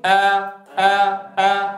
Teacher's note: لكن لا تبالغ، لأن فتح العرب فتح وسط، فلا تقول آ، هذه مبالغة، وإنما فتح العرب فتح وسط، فتقول آ آ آ، يتباعد الفكان.